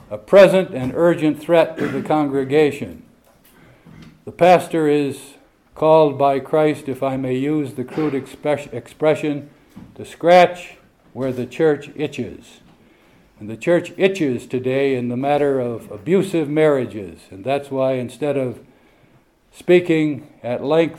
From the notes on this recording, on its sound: This speech was given at the 2022 British Reformed Fellowship Conference, hosted in Northern Ireland.